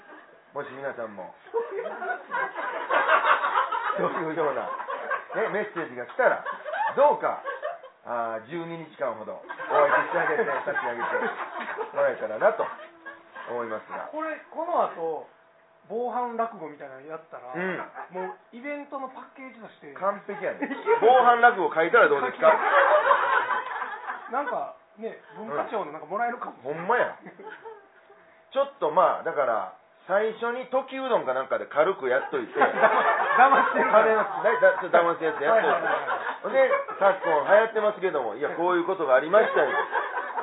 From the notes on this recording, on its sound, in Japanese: ネットラジオ。ツギハギ荘にて開催された公開収録分の前半のその２となります。